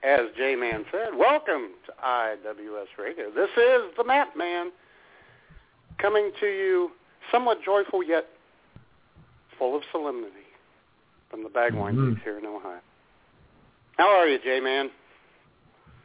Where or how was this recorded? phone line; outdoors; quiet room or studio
phone line